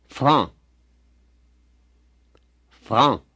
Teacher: When saying franc, be sure not to put a K sound at the end of this word.